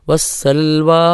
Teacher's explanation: വസ്സൽവ എന്ന് വഖഫ് ചെയ്യുമ്പോൾ ആ വാവിന് ശേഷം ഒരു അലിഫുള്ള രീതിയിൽ മാത്രമാണ് വഖഫ് ചെയ്യേണ്ടത്. അമിതമായി നീട്ടാൻ പാടില്ല. വസ്സൽവ എന്ന് വഖഫ് ചെയ്യാൻ പാടില്ല. · Term: സാമാന്യ ദീർഘം